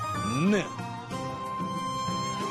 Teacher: 니은은 혀가 윗 잇몸에 닿는 모양